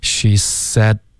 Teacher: said 导致一个干脆的停顿，舌尖顶上颚就封住气流了 · Term: 省略